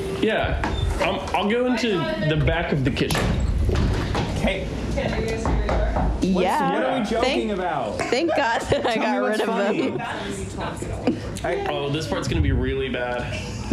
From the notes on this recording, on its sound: Episode 4 - Recorded Live. The Penthouse Live Audience joins. The experimental 3-input voice memo collage of what might be the worst audio quality episode yet!